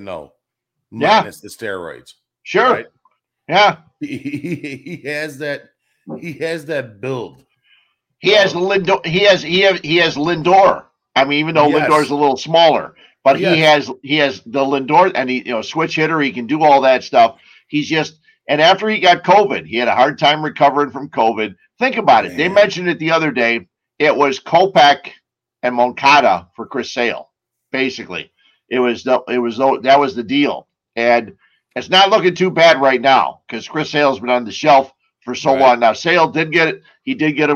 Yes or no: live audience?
no